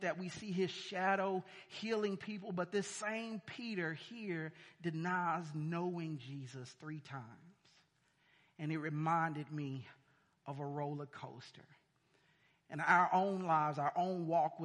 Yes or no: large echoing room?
yes